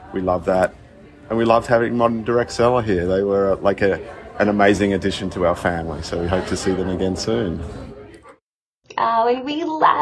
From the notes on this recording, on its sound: Hallway Conversations at DSA Canada - Live from Montreal. In between speeches and panels. Recorded quick conversations about their conference takeaways.